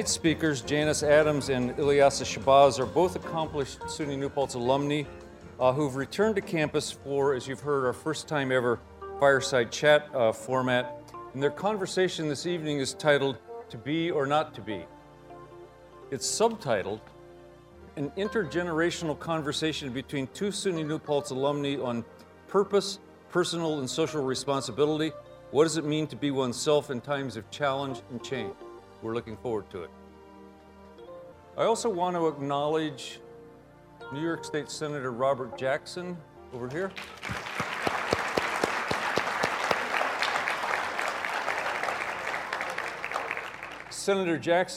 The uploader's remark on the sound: Live from SUNY New Paltz. Distinguished Speaker lecture.